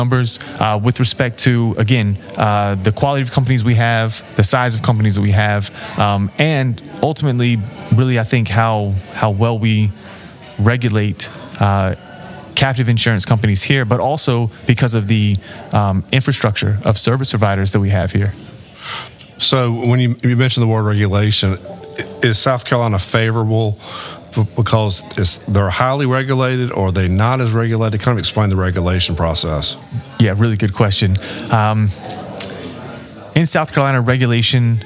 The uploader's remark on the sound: This interview was recorded at the 2023 South Carolina Captive Insurance Association Conference in Charleston.